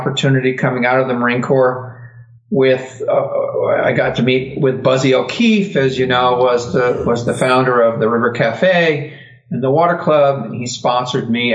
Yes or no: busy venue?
no